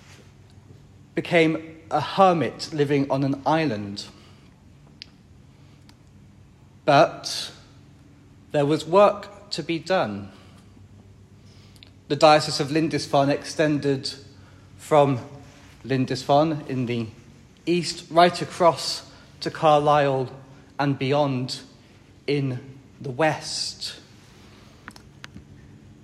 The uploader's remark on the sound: This HOMILΞTTΞ was recorded during Mass at All Saints’ Winterbourne Down.